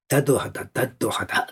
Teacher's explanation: 鼻を塞いじゃってそしたらだになっちゃいますから